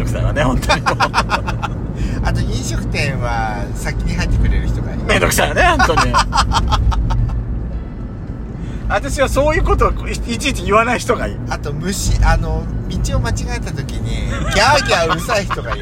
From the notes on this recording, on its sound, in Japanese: ドスドライブ収録 #ロードノイズゴメンね。